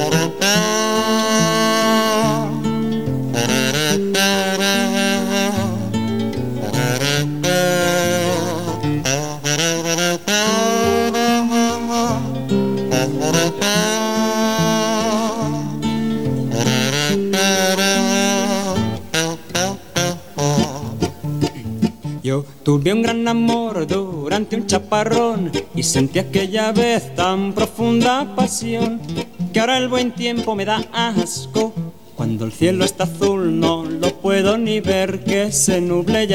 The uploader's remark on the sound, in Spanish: Grabado en directo. Por aquel entonces los tres cantautores actuaban juntos en el sótano del bar madrileño del mismo nombre, situado en la Cava Baja del barrio de La Latina en Madrid.